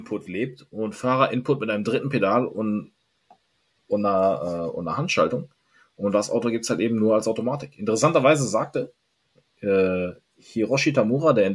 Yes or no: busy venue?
no